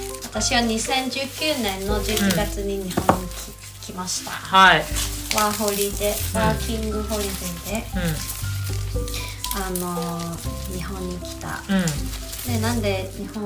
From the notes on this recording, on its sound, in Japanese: ニンニクの皮を剥く作業を行いながら、収録しているので、皮を剥く音も入ってます…